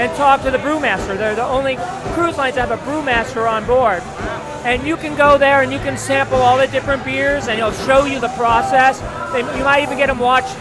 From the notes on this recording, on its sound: I report live from Brewfest Waterfront District in Lorain, Ohio. Hear from people enjoying themselves at Brewfest.